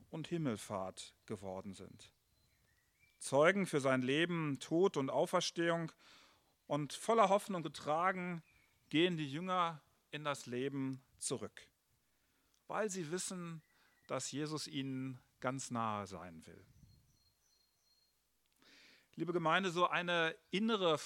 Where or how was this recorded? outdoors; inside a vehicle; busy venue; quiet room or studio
outdoors